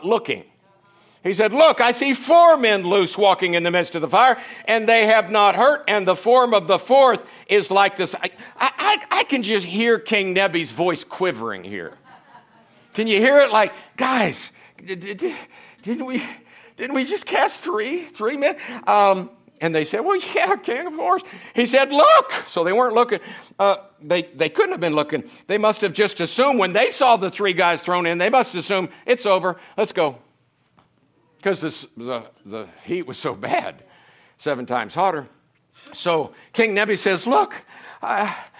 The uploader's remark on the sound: from the Sunday morning service on September 24, 2023 at Harvest Bible Church in Stockton, California